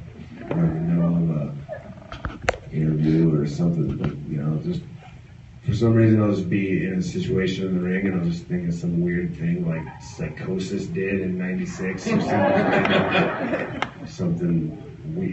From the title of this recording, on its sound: Q&A at Wizard World Pittsburgh 2015